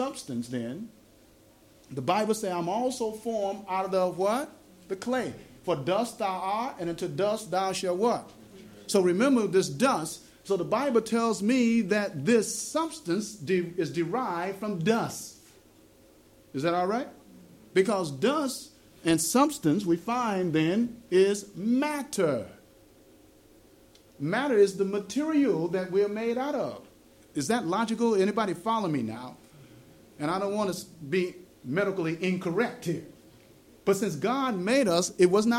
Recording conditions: live audience